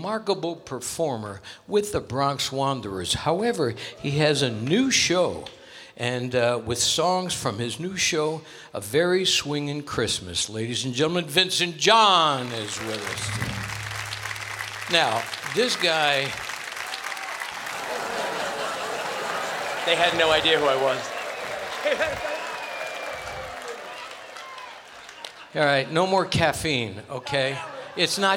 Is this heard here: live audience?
yes